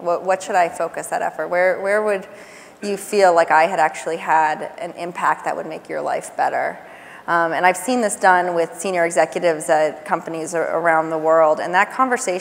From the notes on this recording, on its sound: The best of live interviews from GreenBiz events. On stage together, for the first time.